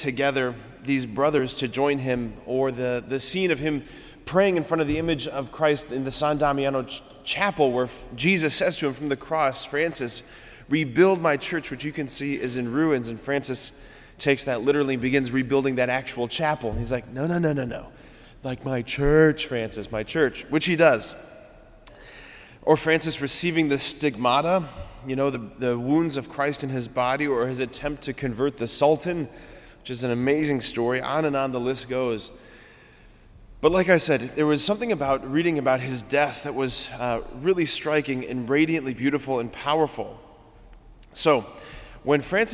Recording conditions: large echoing room